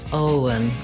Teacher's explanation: Make sure you hold the O nice and long. And then the letters E-N say the schwa sound, and the N, un. Owen. Owen.